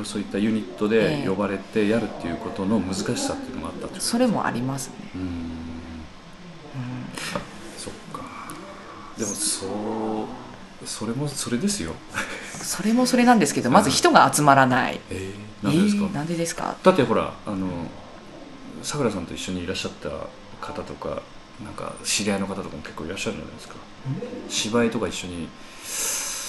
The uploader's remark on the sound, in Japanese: 第32回公演「ミスター・ムーンライト」の客演の方々との飲み会時に収録させていただきました録音です。